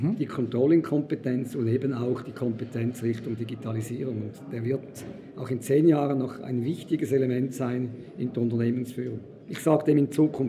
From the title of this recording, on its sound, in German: im Interview auf dem Congress der Controller 2019